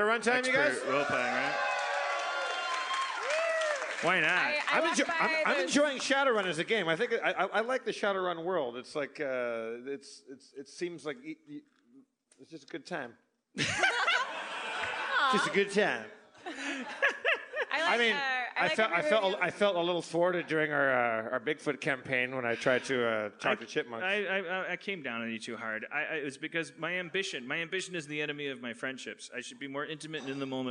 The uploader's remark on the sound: LIVE from Bridgetown 2015!